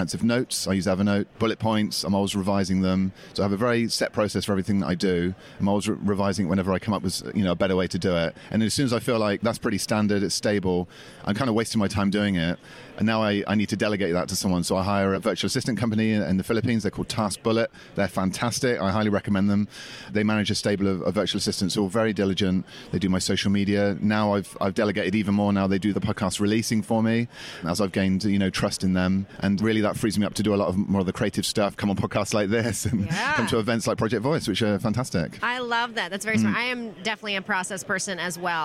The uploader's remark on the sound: live from Project Voice